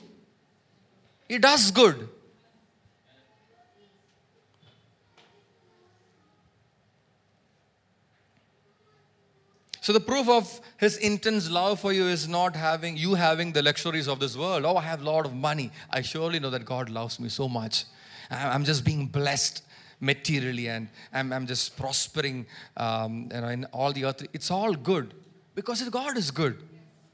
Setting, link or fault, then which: setting, large echoing room